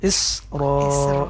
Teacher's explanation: jadi sinnya mati benar-benar, jangan sampai terpantulkan karena huruf sin bukan huruf kokalah ya.